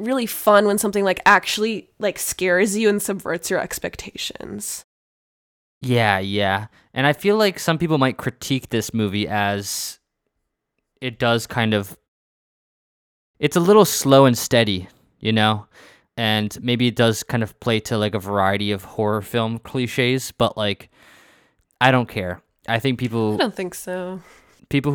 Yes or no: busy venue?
no